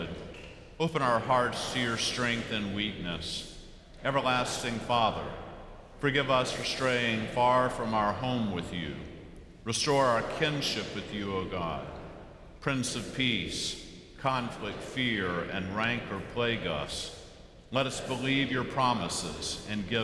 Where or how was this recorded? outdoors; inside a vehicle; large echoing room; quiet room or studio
large echoing room